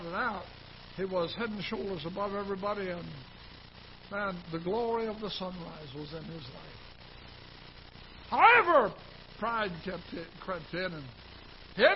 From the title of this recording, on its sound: Ketha Heights Baptist Church ~ Live Broadcast